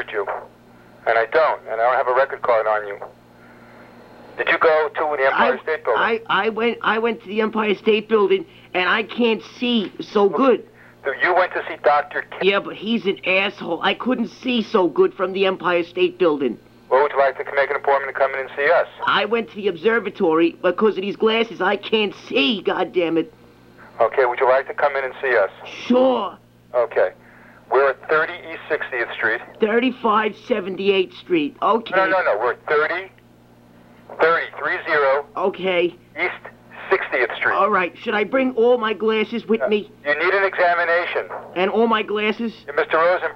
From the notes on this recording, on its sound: RBCP's Personal Prank Phone Calls Collection